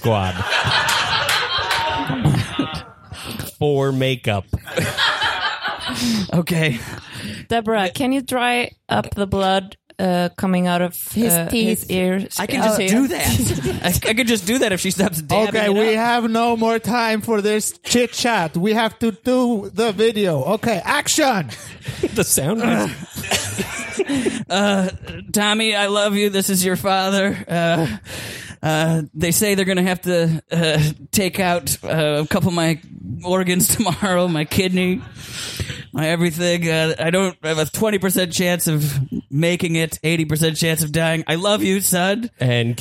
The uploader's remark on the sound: Live from Iceland. We performed live at The Secret Cellar as a co-production with Improv Ísland!